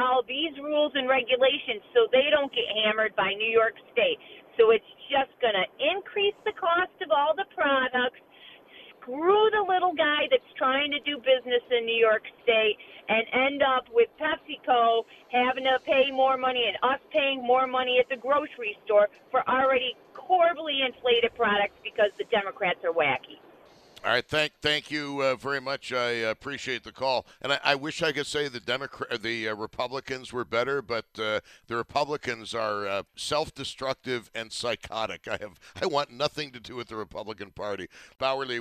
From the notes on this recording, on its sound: continues taking your telephone calls